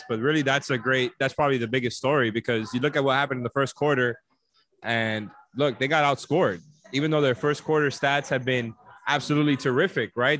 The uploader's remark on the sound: The podcast is live from Dangerous Minds Brewing in Pompano Beach.